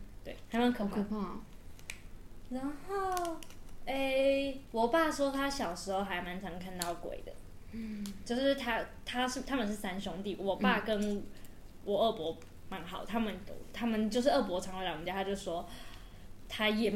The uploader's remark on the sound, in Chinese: 這集很多拆食玩包裝的雜音！能剪掉的盡量剪掉了！請見諒！